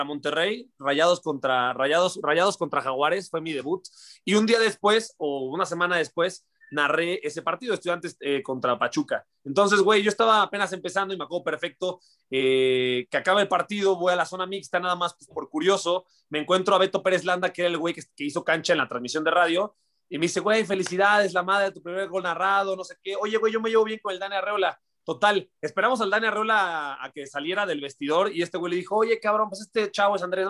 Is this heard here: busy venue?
no